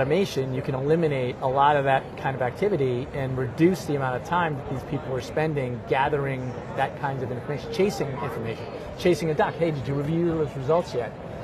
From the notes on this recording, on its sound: Interview in Action live from ViVe 2023